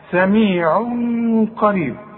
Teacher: بنخفي وبنغن، وعلامة الإخفاء ان الحرف بدون تشديد، شوف سميع قا، خلاف الإدغام، الإدغام بيبقى الحرف مشدد، خلاص.